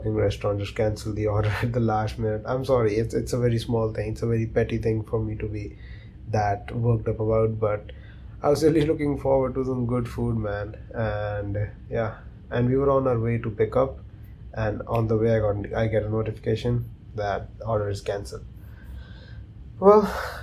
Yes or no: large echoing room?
no